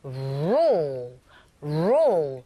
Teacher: 그러면서 소리를 내지는 않지만 준비 작업이 우 하시는 거여서 roll, roll. 시작은 R이고 끝부분에 중간에 L 사운드가 있기 때문에 roll 올리면서 혀끝이 윗니 뒤로 붙고 하시면 되죠.